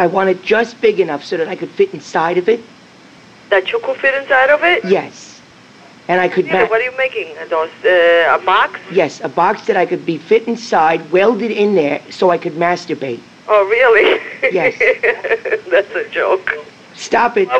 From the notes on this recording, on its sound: Prank Phone Calls